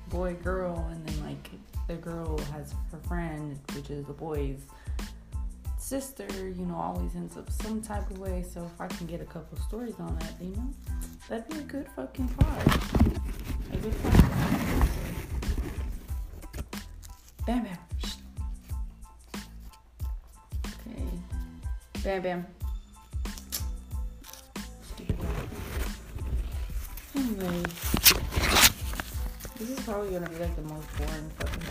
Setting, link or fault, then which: fault, background noise